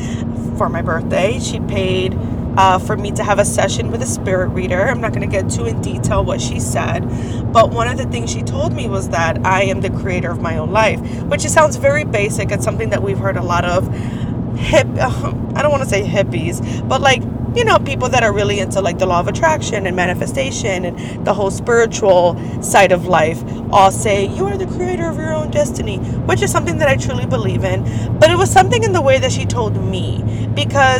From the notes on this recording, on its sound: I Turned My Car into a Recording Studio. It's coming straight from the car. Record this episode while I run errands and head over to campus.